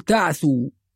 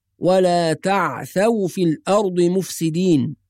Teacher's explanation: والصواب أن الثاء مفتوحة · Shown in: second take